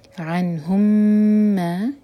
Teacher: M T میم ہے، اس کے بعد میم آ رہا ہے، تو یہاں ہم کر رہے ہیں ادغام شفی